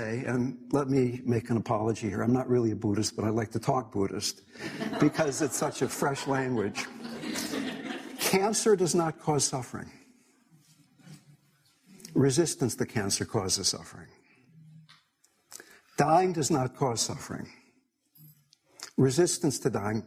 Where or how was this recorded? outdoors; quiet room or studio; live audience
live audience